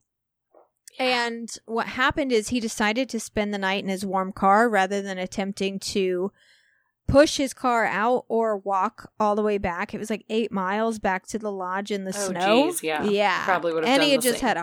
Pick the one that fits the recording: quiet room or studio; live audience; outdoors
quiet room or studio